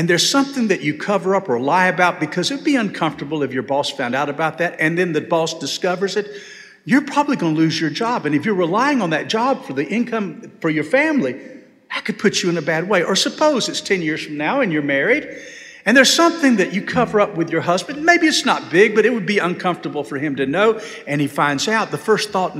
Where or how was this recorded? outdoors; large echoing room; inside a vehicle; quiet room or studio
large echoing room